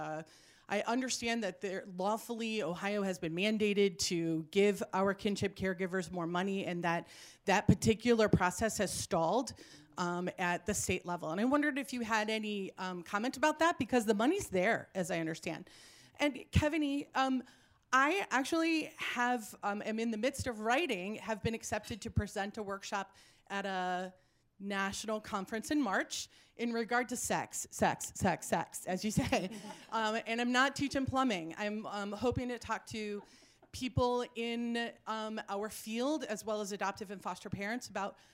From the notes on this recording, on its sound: A City Club Youth Forum features a panel discussion